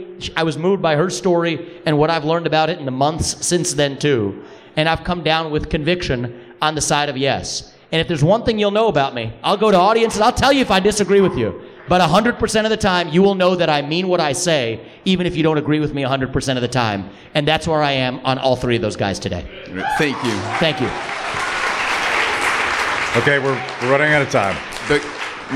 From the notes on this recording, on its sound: At this year’s annual Porcupine Freedom Festival in New Hampshire